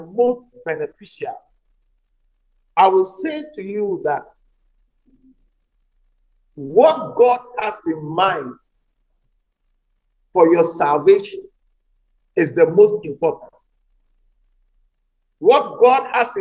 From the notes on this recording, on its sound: message preached at the Living Waters Cathedral